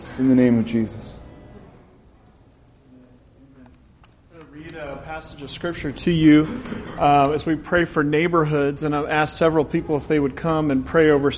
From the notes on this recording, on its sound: This recording will bring you into our gathering